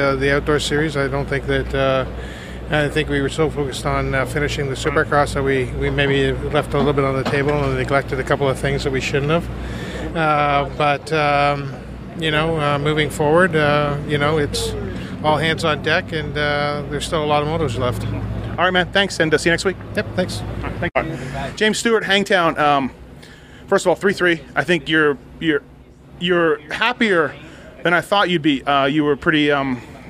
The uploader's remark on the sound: Hangtown 2013 Post-Race Interviews